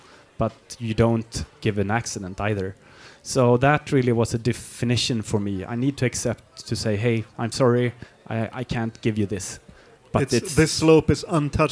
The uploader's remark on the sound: I was asked to record a live podcast when they arranged their ”End of the Year Party” for their employees in Sweden. The ones that showed an extra interest in winter, skiing and mountains ended up at a after ski themed dinner party where I did a short live podcast to entertain them between courses.